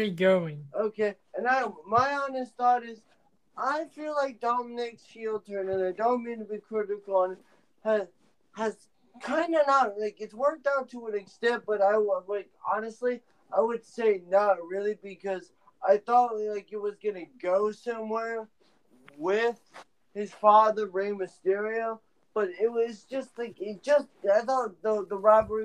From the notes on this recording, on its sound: I apologize for the audio quality At Odds will now be looking into other podcast recording platforms.